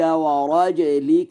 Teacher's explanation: بإسكان الجيم مع القلقلة